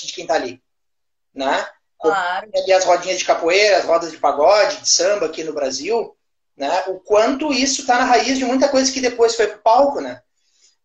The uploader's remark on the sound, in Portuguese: de forma que a qualidade do áudio não é a mesma dos eps anteriores